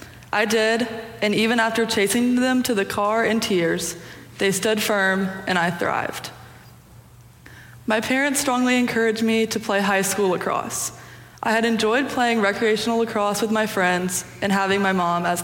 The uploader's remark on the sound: Preached on Youth Sunday (February 19, 2023) for our Sanctuary Worship Service.